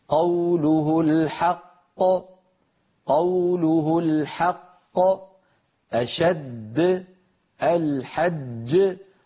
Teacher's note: ليس ثمة سكت بين الحرفين القافين أو الجيمين أو الدالين، لابد أن يكون النطق متتاليا هكذا قوله الحق قوله الحق أشد الحج، ولا نقول الحق.